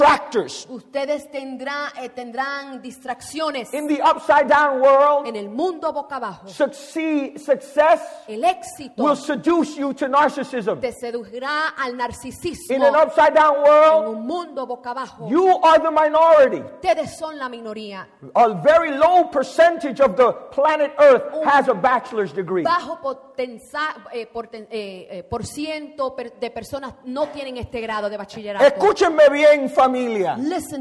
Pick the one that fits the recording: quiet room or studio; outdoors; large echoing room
large echoing room